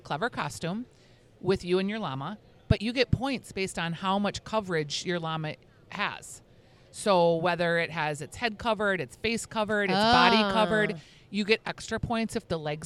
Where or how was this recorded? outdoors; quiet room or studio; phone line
outdoors